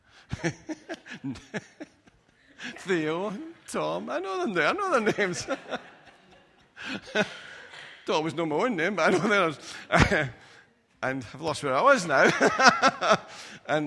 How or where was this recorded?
large echoing room